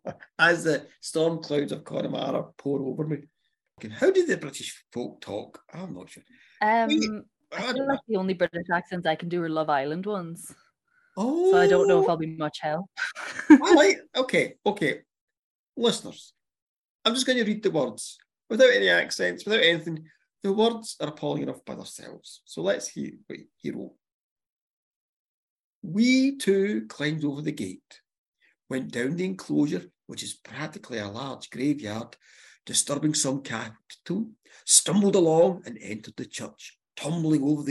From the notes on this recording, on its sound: this episode was recorded via zoom